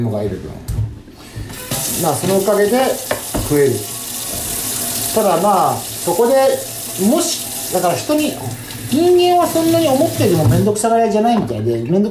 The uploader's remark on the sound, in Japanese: 料理を作りながらの収録です。